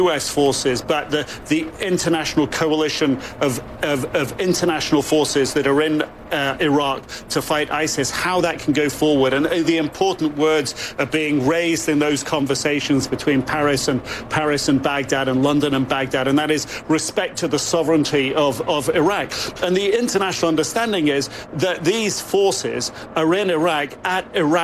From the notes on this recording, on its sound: live from the New York Stock Exchange